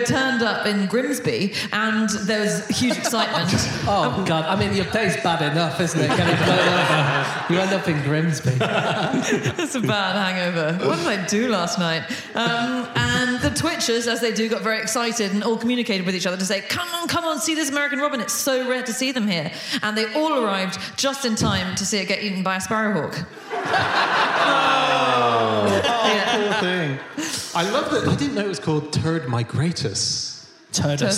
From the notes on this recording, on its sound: Live from Birmingham it's the Fish Christmas Special!